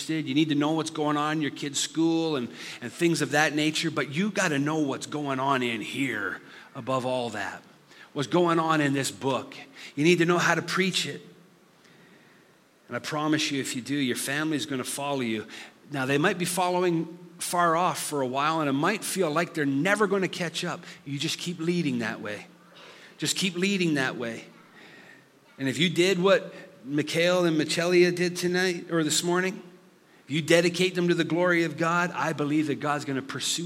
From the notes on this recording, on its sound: Listen to this live recoding of our Summer series.